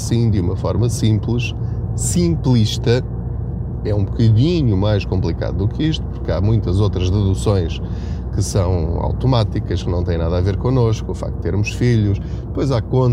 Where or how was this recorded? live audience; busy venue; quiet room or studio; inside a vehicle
inside a vehicle